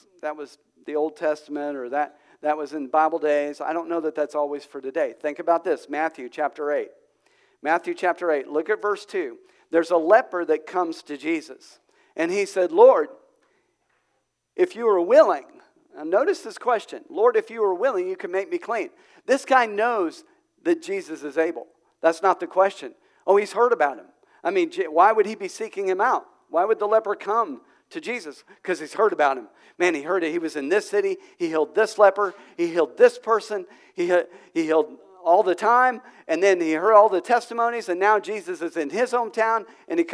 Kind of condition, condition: setting, large echoing room